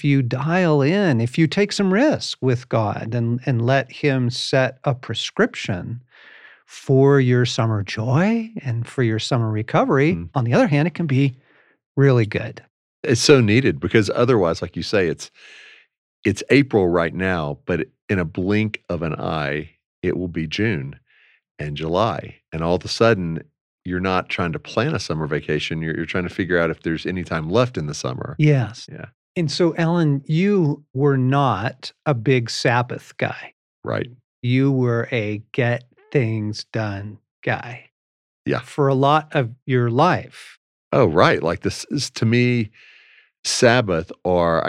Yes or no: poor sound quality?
no